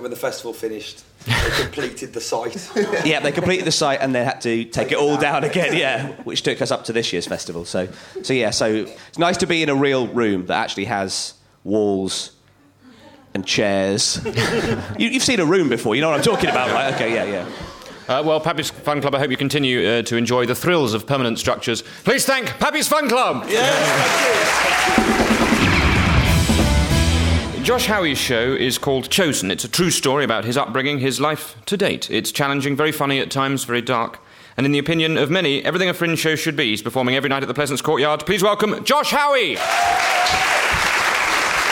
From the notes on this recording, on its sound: Edinburgh festival podcast: The Guardian Live at the Gilded Balloon. Live on stage.